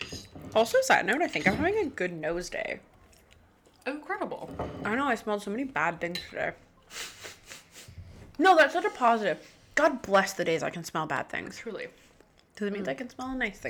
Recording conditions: sounds in the background